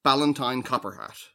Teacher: So the B and the K, the voiced bilabial plosive and the unvoiced velar stop?